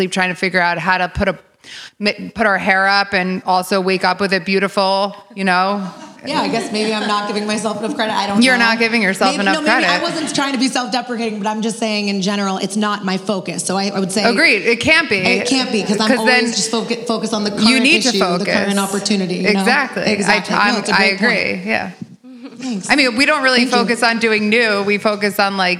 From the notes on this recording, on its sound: LIVE Recording.